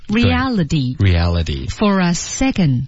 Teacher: 大家注意没有那个 reality 它那个 t 已经变成了 d 啊